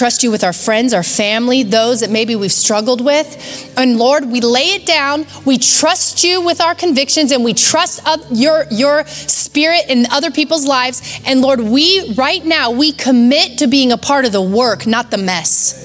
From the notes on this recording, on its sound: Recorded live at Capital Church in Meridian, Idaho